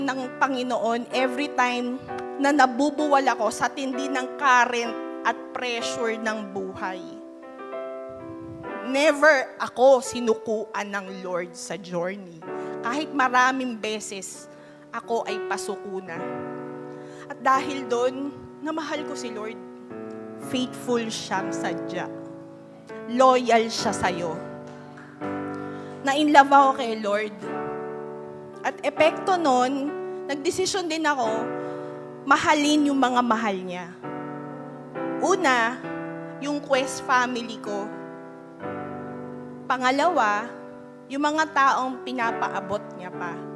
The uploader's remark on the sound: Live at Quest United 44th Anniversary